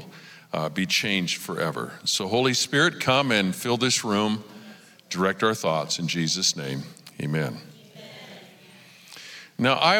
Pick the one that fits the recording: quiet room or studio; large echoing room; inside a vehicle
large echoing room